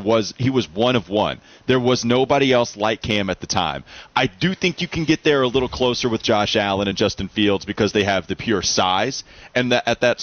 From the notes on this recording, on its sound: The guys finish up their show live from WFNZ's Street Turkeys event.